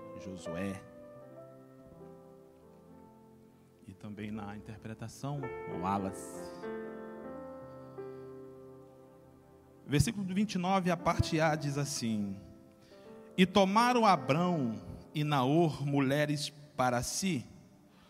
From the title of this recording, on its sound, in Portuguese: CULTO DE LOUVOR E PALAVRA AO VIVO